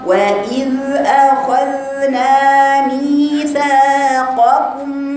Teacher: الذال الساكنة باين عليها صوتها طويل شوية يا بنات لأن فيها صفة رخاوة